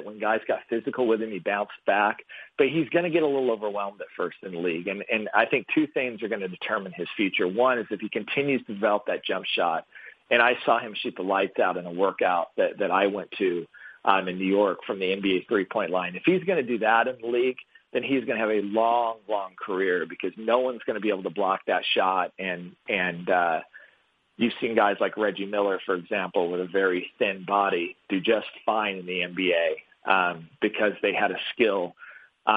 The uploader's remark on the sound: hosts a conference call